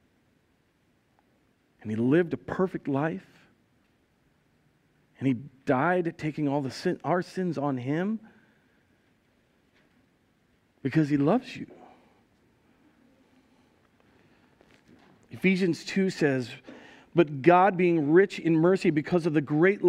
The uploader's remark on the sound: Recorded live at Word of Life Church in Le Sueur, Minnesota. Powered by Restream (Bensound Royality Free background music).